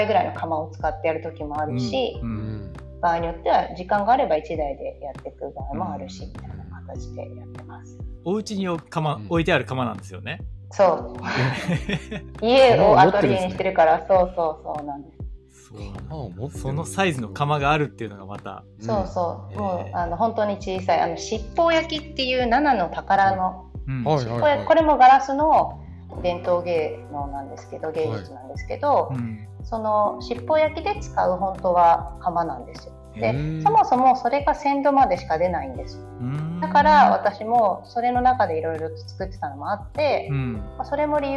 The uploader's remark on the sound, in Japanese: 機材不良のため、定期的に雑音が入りお聞き苦しい箇所がございます。